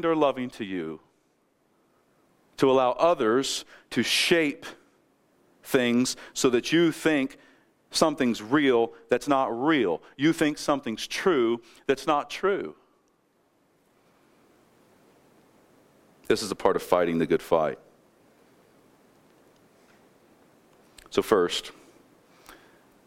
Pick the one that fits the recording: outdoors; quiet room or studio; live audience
live audience